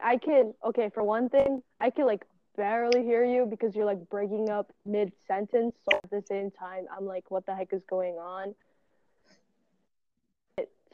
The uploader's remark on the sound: Also, I will get a better mic, I just don’t have the liberty to do so and I’m aware of us cutting off mid-sentence. I wouldn’t be surprised if it was on my part.